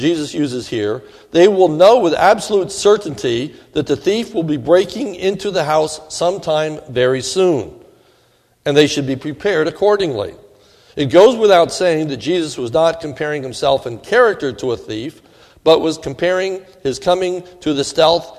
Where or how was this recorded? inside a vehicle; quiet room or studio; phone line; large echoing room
large echoing room